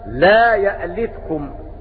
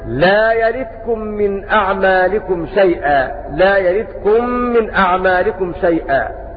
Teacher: وأما يعقوب فيقرأ هكذا لا يألتكم. وقرأ باقي القراء بترك الهمز · Shown in: second take